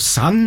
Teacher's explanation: Og der har det jo også skjedd at de fleste dialektene har denne D-en falt vekk.